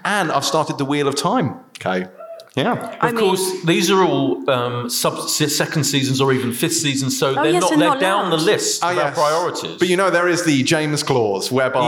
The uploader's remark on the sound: We had a big old party at Kings Place in London. Not to mention about 400 of you, our brilliant listeners. Answer questions from the audience.